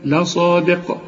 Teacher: والصاد مفخمة، وبالذات إذا كان بعدها ألف تبقى أعلى درجات التفخيم